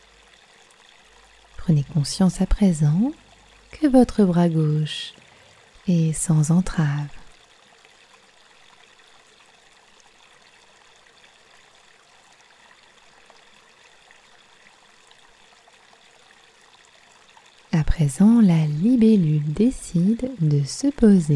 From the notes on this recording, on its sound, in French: Méditation au son de l'eau. Avec un enregistrement du son de la rivière de ma Normandie de coeur issue d'un petit village perdu dans l'Eure et entourée des libellules Mademoiselles. Vous serez surpris par ce son pur que j'ai pris soin d'enregistrer lors d'une agréable promenade avec mon tendre mari...